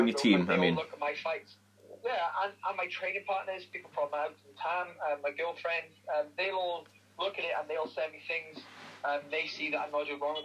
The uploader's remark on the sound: via phone call